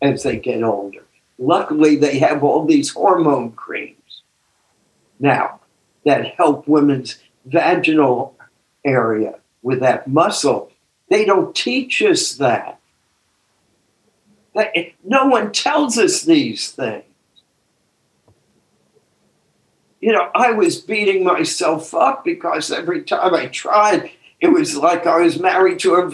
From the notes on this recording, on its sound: took us on a zoom journey